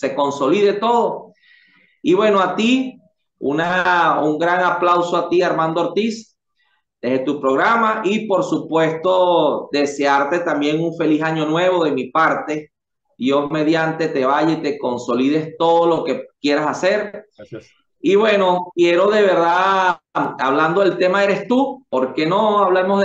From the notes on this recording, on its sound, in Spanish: Charlamos vías zoom